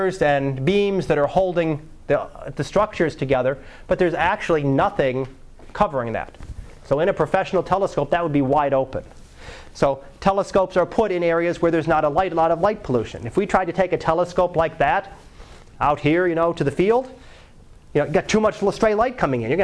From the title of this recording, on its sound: Live Class Lecture 2012 Sep 12